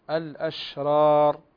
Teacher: طيب عندنا كلمة عندنا كلمة الأشرار لا تقلق الشين الشين فيها تفشي وفيها همس انتشار للهواء وجريان للنفس